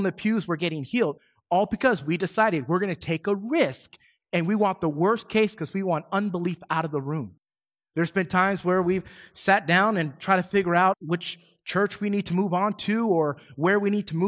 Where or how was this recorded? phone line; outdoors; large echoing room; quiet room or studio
large echoing room